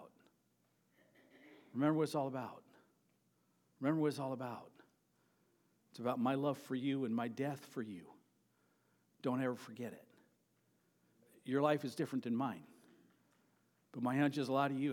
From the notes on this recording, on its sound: Sermon preached at Avondale Baptist Church on May 28.